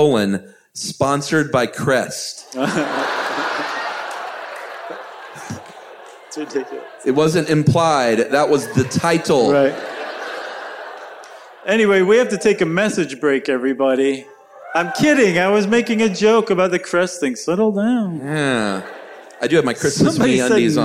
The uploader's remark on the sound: Recorded from the Center Stage Theater in Atlanta. Enjoy this live show with the whole family.